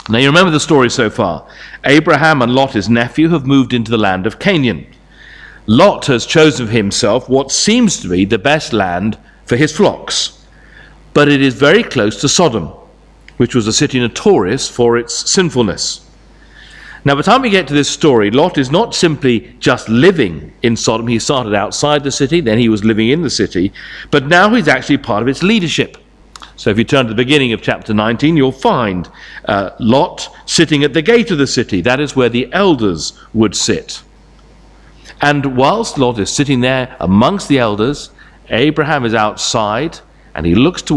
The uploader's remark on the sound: Sermon from St Davids Church, Moreton-in-Marsh, Evening Service